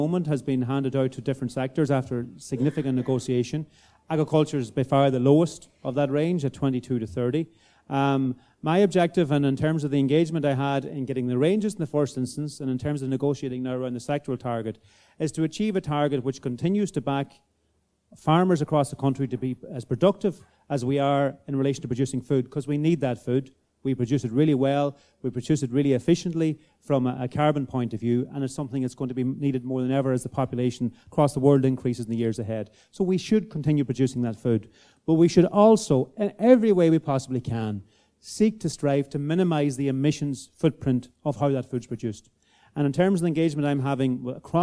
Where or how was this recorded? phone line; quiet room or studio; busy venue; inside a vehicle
busy venue